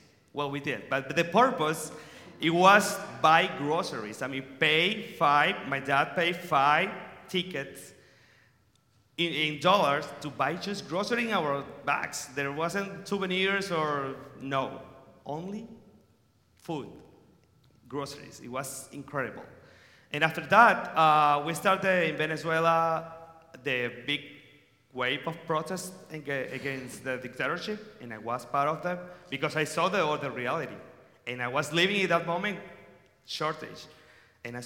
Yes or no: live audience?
yes